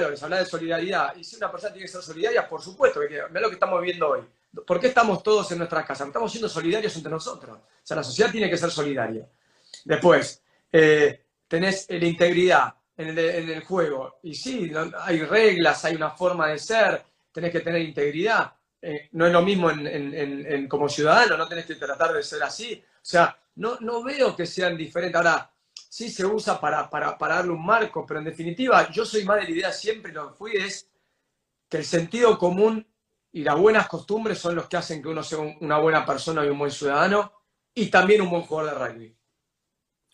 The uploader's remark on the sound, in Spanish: entrevistar por instagram Live